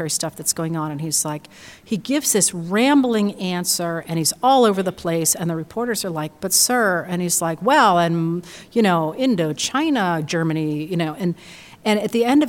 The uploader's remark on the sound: live series Writers on a New England Stage at the Music Hall in Portsmouth, NH